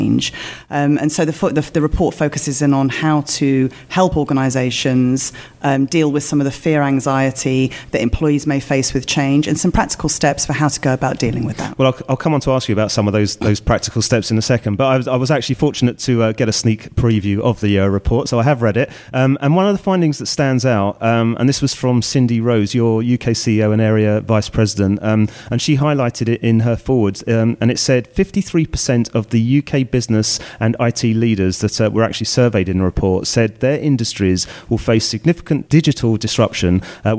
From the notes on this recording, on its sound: The first of three special episodes recorded in partnership with Microsoft from their Future Decoded event in ExCeL, London.